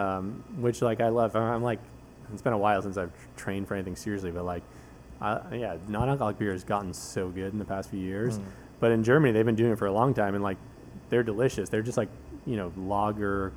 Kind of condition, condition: setting, busy venue